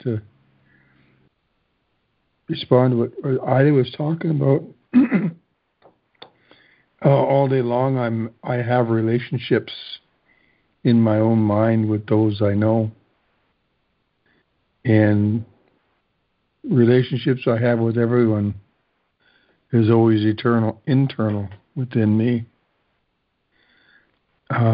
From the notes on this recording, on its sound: ACIM Daily Conference Call